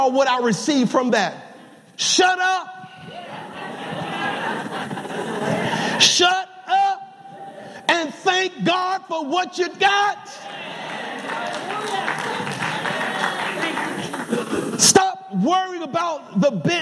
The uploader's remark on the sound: Welcome to Emmanuel Seventh-Day Adventist Church Live! Sabbath Divine Worship.